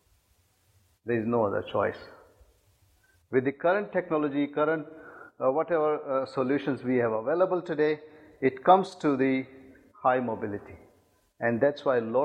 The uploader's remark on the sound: IFE Distinguished Visitor Lecture, recorded 24 May 2018 at QUT